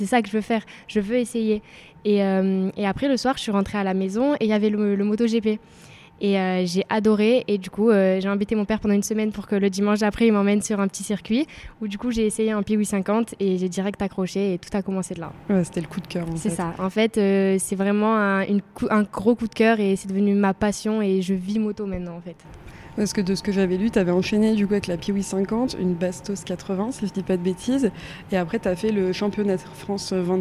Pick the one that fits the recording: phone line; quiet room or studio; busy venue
busy venue